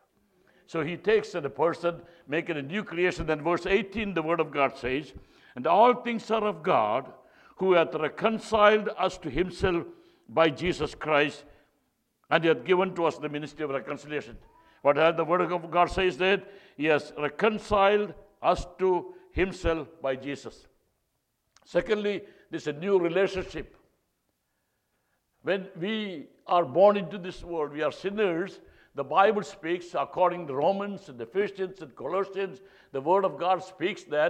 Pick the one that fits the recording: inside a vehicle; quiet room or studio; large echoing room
large echoing room